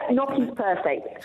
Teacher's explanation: We don't do gn at the beginning of syllables, so when it gets anglicised, gnocchi is perfect.